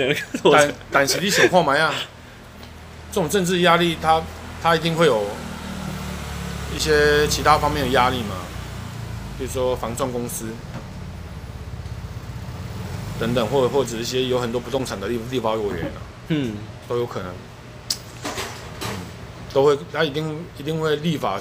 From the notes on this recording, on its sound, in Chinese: 錄音地點：台南 牽咖啡 Chen Coffee